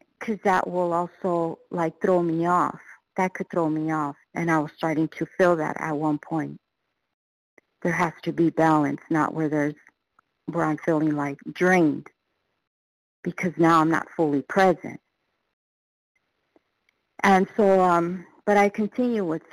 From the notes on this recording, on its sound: qualification from the 100 Pounders Phone Meeting